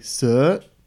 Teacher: so it drops and then rises